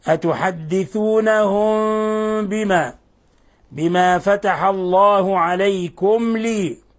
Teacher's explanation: الميم تظهر هنا ولا نضغط عليها ولا نخفيها · Term: الإظهار الشفوي